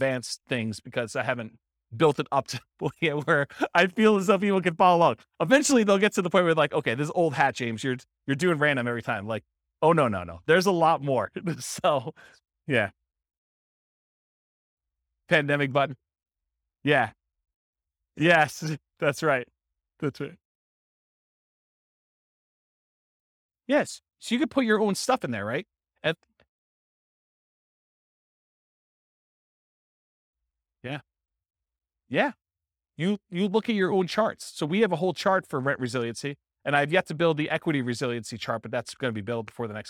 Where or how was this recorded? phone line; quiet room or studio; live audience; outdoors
live audience